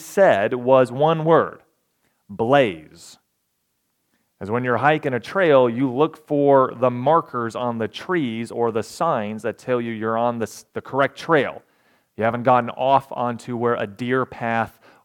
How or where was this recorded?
large echoing room